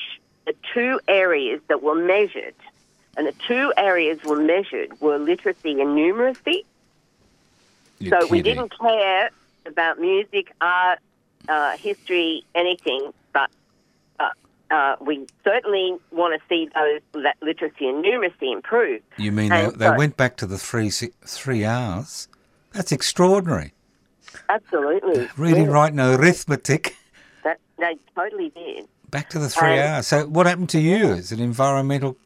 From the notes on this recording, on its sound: called in from beautiful Gympie, Queensland